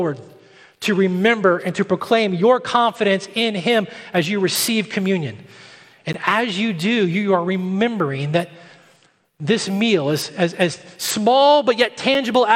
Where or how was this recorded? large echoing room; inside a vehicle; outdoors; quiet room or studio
large echoing room